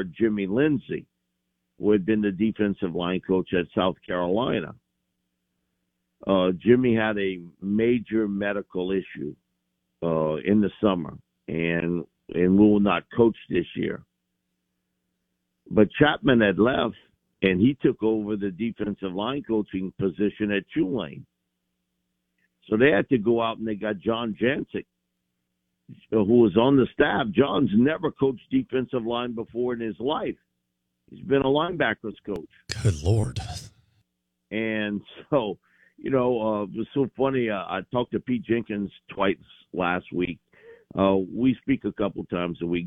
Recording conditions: phone line